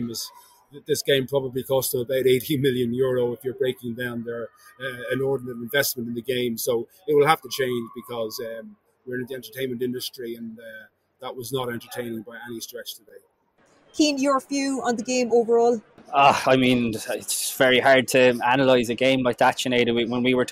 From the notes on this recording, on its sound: The Left Wing LIVE. Left Wing Live from the Aviva Stadium.